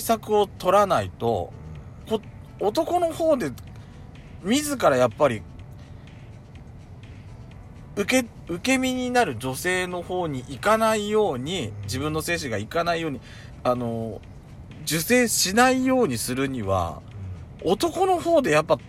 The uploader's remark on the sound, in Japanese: パーキング収録